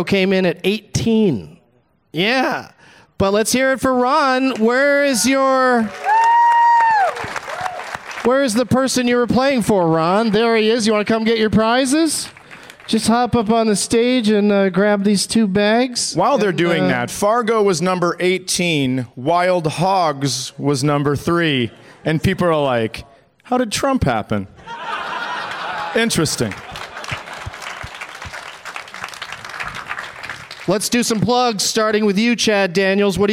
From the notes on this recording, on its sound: Live from the Just For Laughs Fest in Montreal